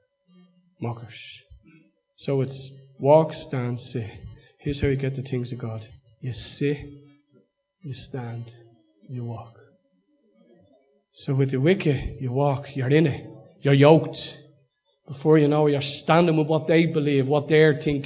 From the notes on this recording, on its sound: Recorded live at Liberty Church on 3rd March 2019